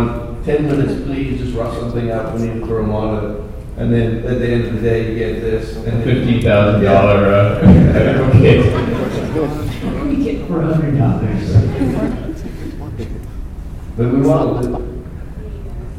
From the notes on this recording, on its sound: In this special episode from San Diego Comic-Con, the guys attended the Star Wars: The Old Republic Story panel at the Westin Hotel. The audio quality isn't too terrible.